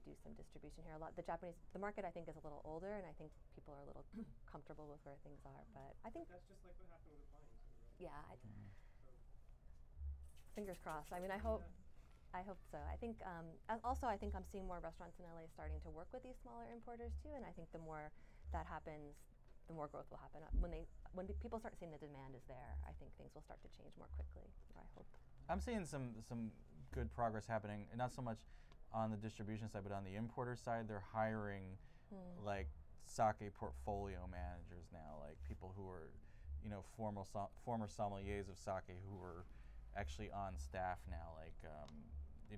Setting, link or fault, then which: setting, busy venue